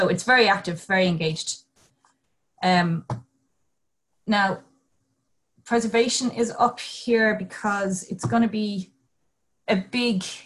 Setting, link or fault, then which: link, video call